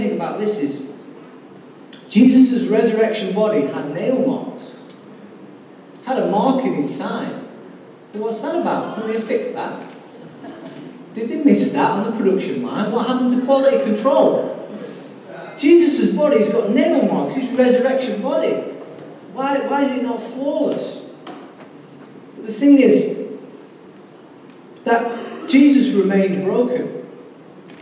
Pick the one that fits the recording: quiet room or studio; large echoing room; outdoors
large echoing room